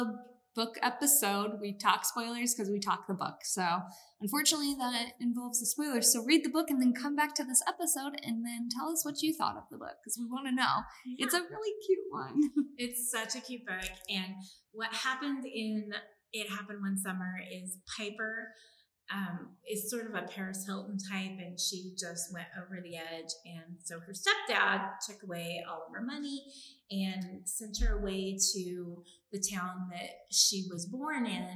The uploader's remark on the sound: This episode may sound a bit echo-y.